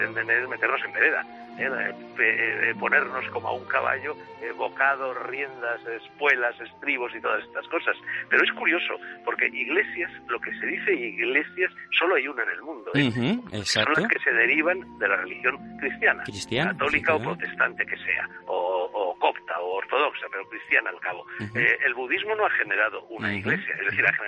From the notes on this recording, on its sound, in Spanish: Entrevista telefónica